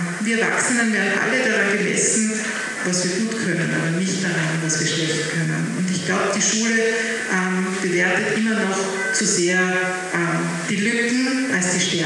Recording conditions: poor sound quality